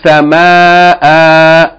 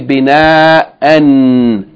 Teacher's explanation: we still have to pronounce it with elongation if we stop on it · Shown in: first take · Term: pause mode